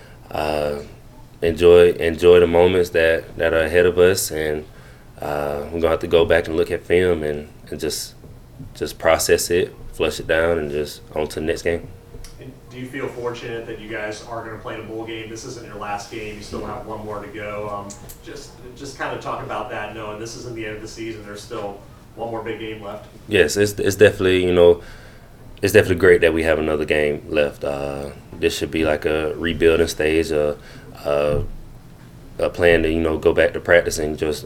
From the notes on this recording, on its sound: postgame press conference